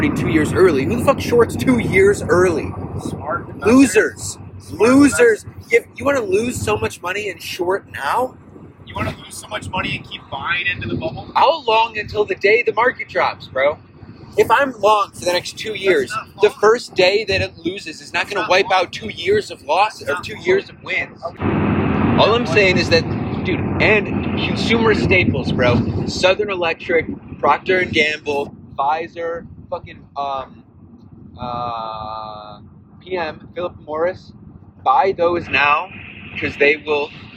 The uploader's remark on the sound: We recorded this episode while on a road trip- sorry for the audio quality!